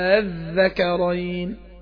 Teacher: نبدل همزة الوصل حرف مد ونمد مد طويل عشان جي بعده حرف ساكن · Term: مد الفرق